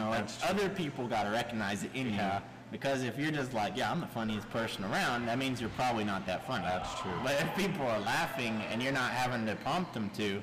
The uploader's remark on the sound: Let me once again apologize for the quality of the audio. I am so sorry that it is distorted this week. We are trying out different settings on our microphone and have not found the one that works best yet. I was not able to test the audio before we recorded.